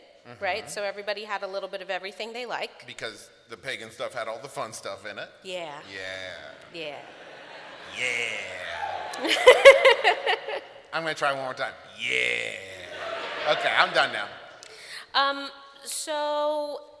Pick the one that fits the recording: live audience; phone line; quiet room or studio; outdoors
live audience